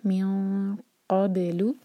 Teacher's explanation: نون کی آواز کو چھپائیں گے تو قاف کے لیے ہماری زبان تیار ہونی چاہیے، تو یہ ہے بھی اخفاء بنے گا.